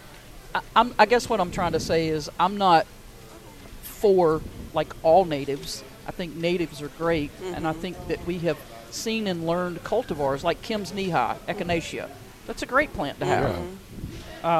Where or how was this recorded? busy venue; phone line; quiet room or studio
busy venue